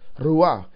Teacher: It even sounds sort of windy or breathy, doesn't it?